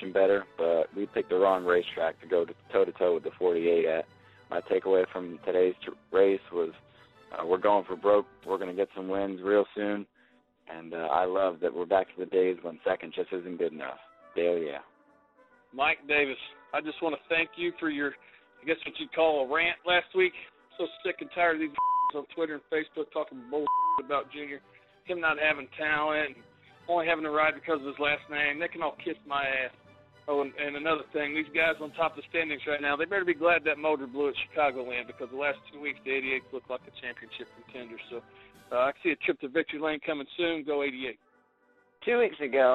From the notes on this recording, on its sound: sneaks away from work to call in.